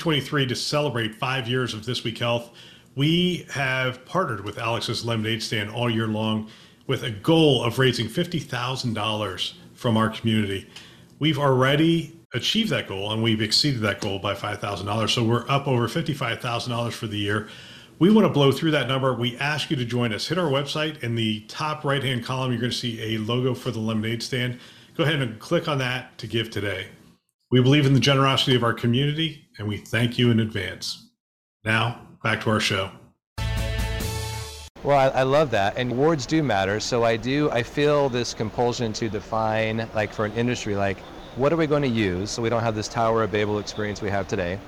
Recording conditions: busy venue